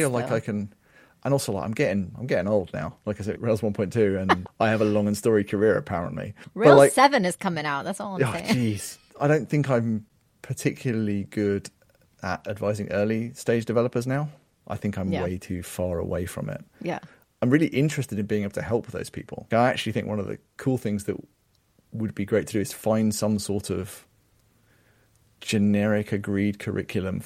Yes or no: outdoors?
no